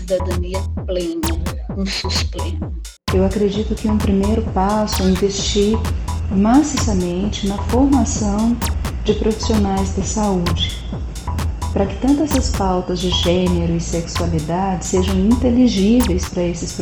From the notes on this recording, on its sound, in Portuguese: Seguindo as normas de saúde e segurança atuais, cada pessoa participante desta conversa estava em suas respectivas casas e com as ferramentas de áudio disponíveis. Por conta disso, é comum que haja sons da cidade, barulhos corriqueiros e erros de conexão.